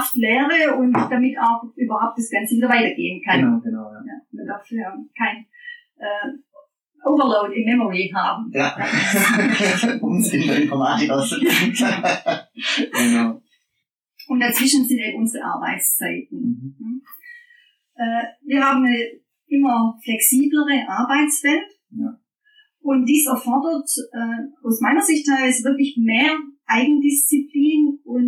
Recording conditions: poor sound quality